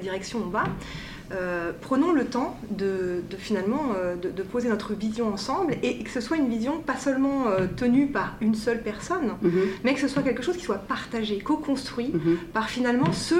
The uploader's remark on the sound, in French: Émission spéciale enregistrée au colloque KONTINÜUM 2020. Dans cette émission spéciale enregistrée au colloque KONTINÜUM 2020.